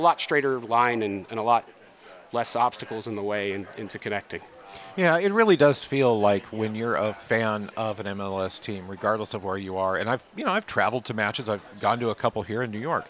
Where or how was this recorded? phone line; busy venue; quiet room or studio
busy venue